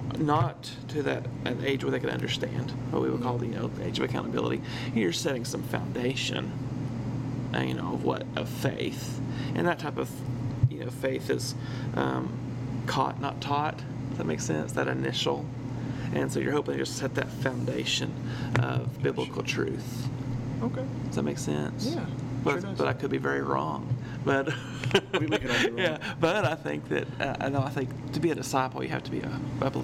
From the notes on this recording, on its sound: This is the second of two episode recorded while at church camp, so next week all of the distant humming and squeaking sounds will be gone. Despite the intrusive sound, we had a great discussion.